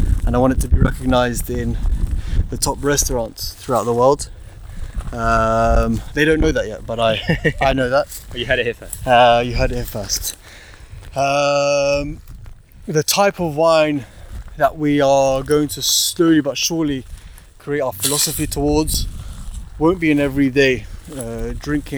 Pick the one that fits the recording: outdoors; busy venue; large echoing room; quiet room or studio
outdoors